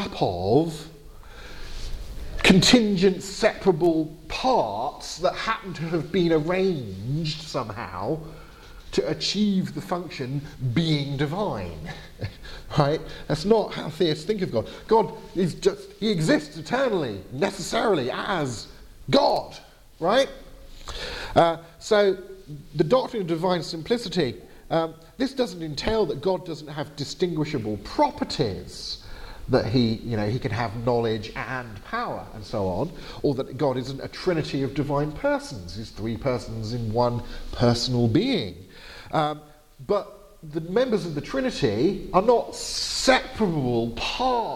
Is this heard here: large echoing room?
yes